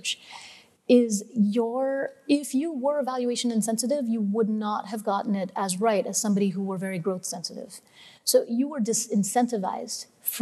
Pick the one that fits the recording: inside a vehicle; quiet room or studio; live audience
live audience